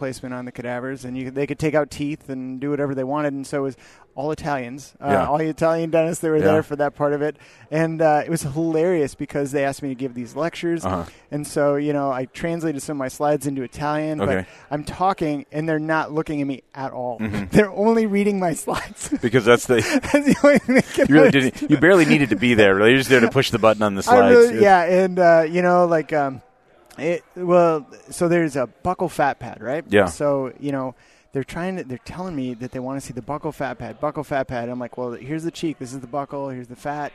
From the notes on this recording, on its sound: Live from Voices of Dentistry.